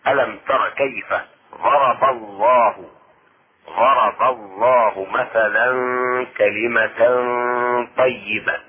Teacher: هنا مفخمة اسم الجلالة ضرب الله لأنها جاءت ما قبل اسم الجلالة فتحة · Term: تفخيم